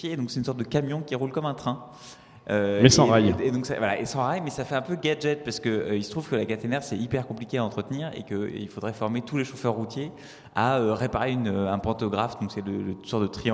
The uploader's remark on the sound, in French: A l'occasion des 25 ans de Radio Campus Paris. En direct du musée des Arts et Métiers dans le cadre de l'exposition "Permis de Conduire".